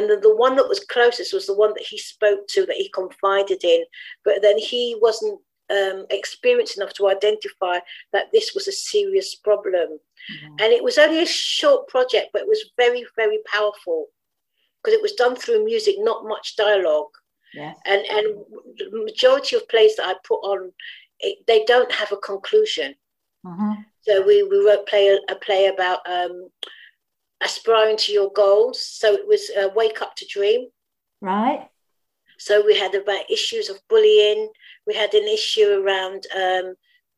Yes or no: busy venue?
no